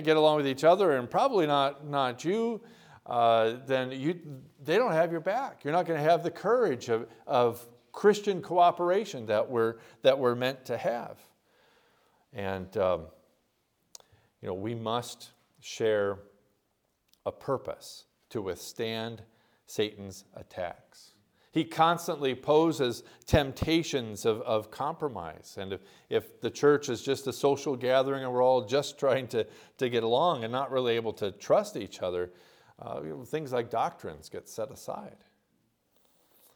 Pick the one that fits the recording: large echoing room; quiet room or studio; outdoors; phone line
large echoing room